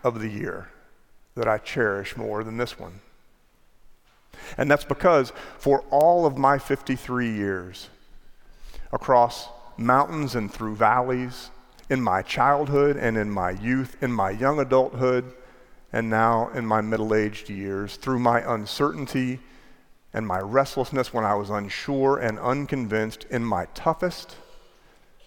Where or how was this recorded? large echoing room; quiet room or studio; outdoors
large echoing room